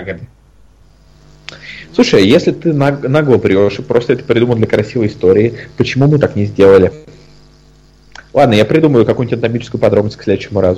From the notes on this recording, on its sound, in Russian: записанный в не очень высоком качестве